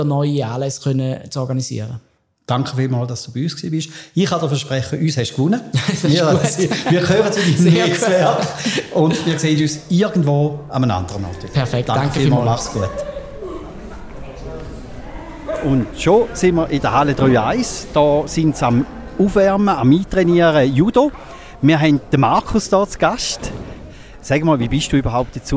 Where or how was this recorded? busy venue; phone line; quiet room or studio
busy venue